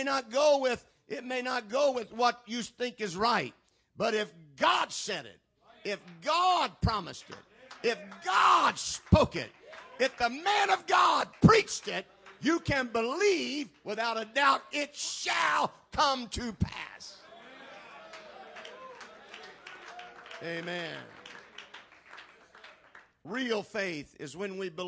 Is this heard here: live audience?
yes